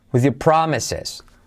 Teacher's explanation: salto la R de your